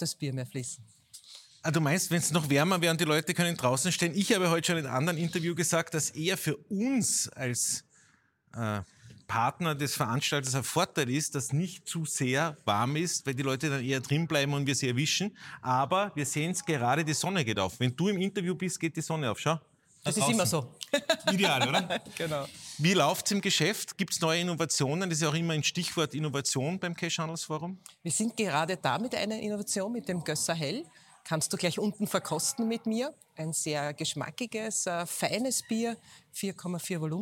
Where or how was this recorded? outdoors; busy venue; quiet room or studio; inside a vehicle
busy venue